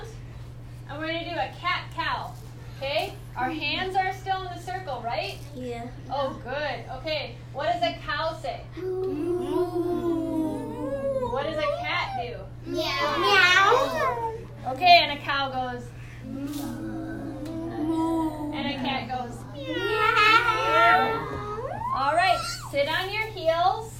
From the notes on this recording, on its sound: This is a live recording from a children’s The Adventures of Super Stretch kid’s yoga class ages 7yrs to 9yrs